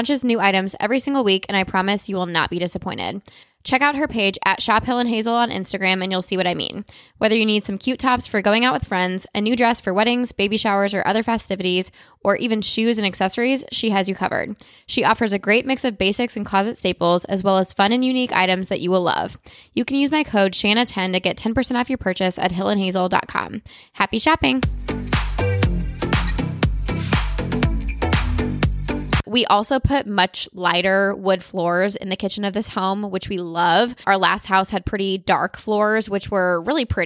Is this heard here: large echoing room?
no